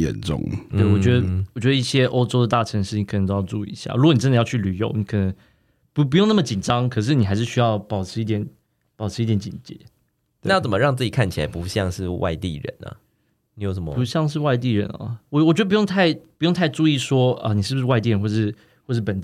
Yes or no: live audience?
no